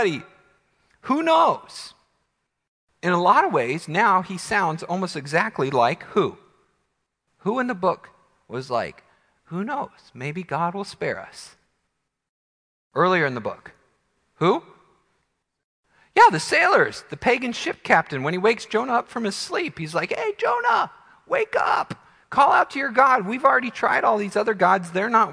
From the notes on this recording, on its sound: Midland Evangelical Free Church Sermon Audio